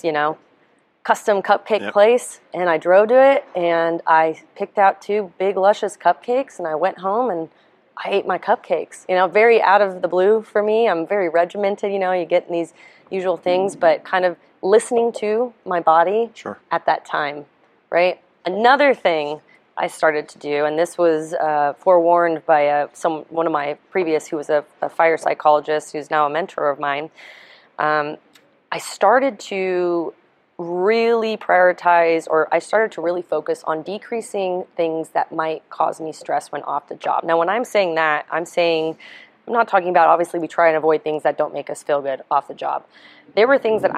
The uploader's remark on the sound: at the 2023 NEP "We Need to Talk" mental and behavioral health conference in Las Vegas